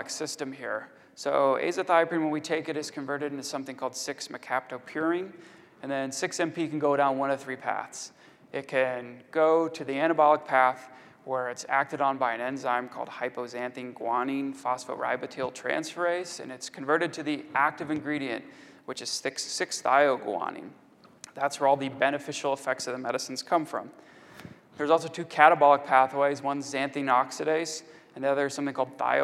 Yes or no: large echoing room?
yes